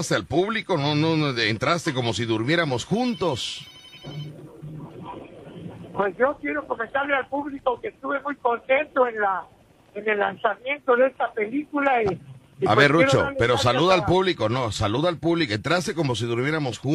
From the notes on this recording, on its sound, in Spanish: En la Fiera Veracruz. Las llamadas del público que participan en el programa.